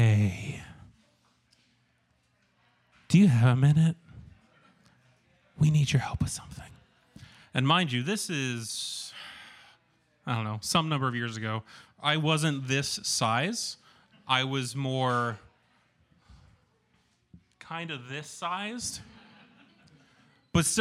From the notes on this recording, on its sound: Where we feature select stories from our monthly open mic storytelling events in York, Pennsylvania. Twelve storytellers shared their stories with our audience at Archetype Pizza in downtown York.